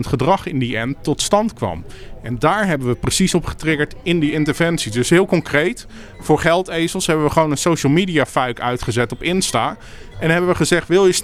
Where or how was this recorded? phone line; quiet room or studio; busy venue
busy venue